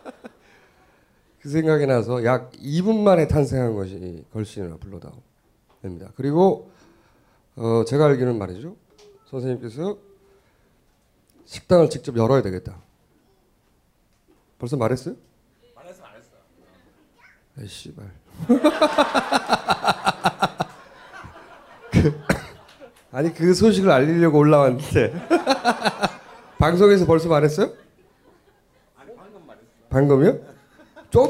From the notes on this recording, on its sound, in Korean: 공개방송.